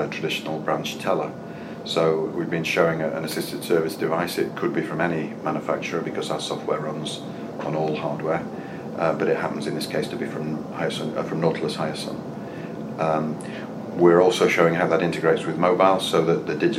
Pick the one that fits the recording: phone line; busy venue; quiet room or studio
busy venue